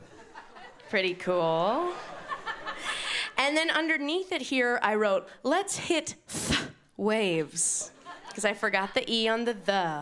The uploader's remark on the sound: brings her comedy to the Montreal Festival